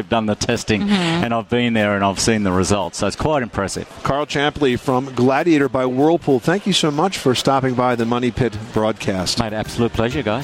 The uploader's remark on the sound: Broadcasts from the Top Products Pavilion at the 2014 National Hardware Show